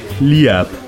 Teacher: Außerdem wird aus IE IA.